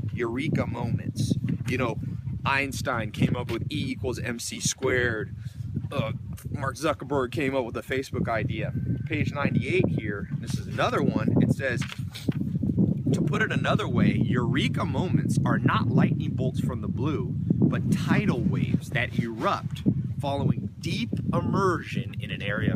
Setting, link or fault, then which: setting, outdoors